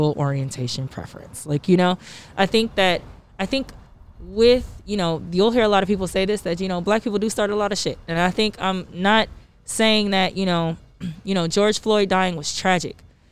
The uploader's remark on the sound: The owners of Poppy + Rose in downtown Los Angeles. We recorded in the back patio of the new restaurant (masked and socially distant mind you) so apologies for any background noise.